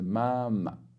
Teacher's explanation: the fifth tone naturally tends to be the opposite of the previous one in terms of pitch, but it's always just very short · Term: contrarian tone